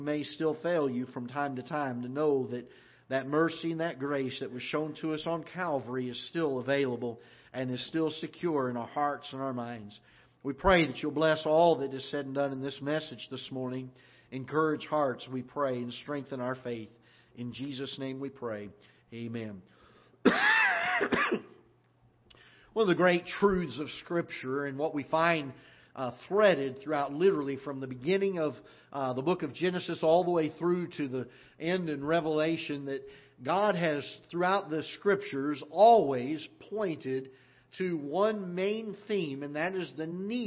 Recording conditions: large echoing room